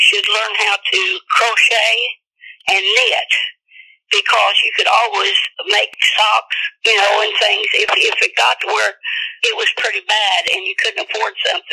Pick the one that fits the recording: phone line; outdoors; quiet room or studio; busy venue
phone line